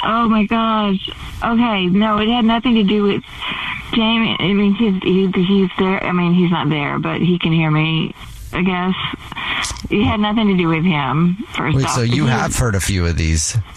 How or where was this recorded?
phone line